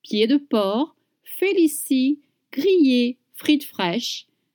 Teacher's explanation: Do you notice you don't pronounce the D at the end of pied? And you don't pronounce the C at the end of porc.